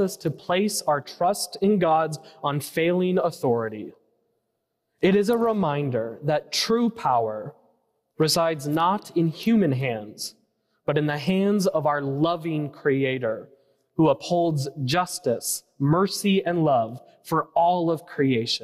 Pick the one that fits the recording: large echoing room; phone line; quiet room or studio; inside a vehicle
large echoing room